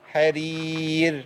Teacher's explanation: حضرتك أي راء هقف عليها قبلها ياء ساكنه الراء دي ترقق على طول